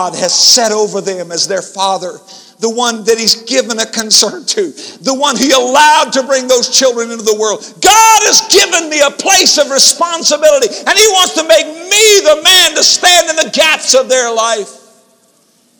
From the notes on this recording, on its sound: InterChurch Holiness Convention Dayton Convention Center Dayton, Ohio 1994